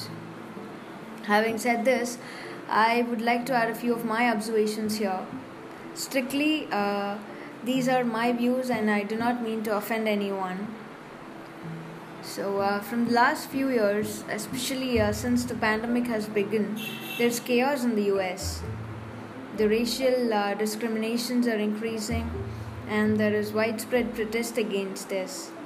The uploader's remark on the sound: Please ignore the sounds in the background.